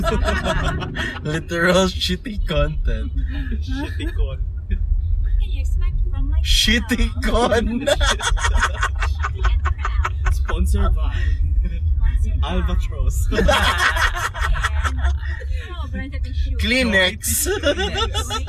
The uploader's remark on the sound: C3 Con 2018 (since we came from there). Sorry for the seemingly weak audio since we recorded this from the car!